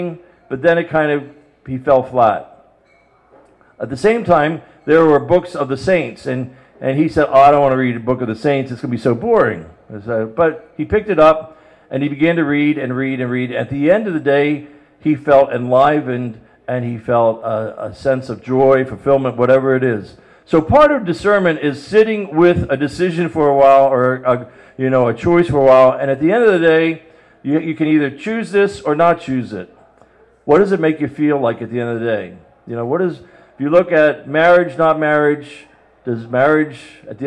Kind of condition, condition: setting, busy venue